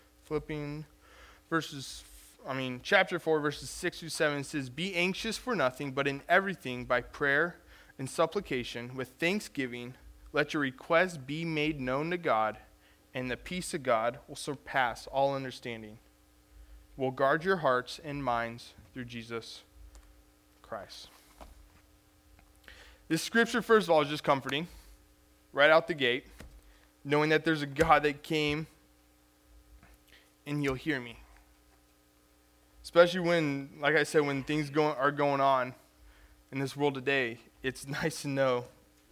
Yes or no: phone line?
no